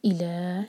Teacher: دو syllable والا ورڈ ہے تو ای پر زور دیں گے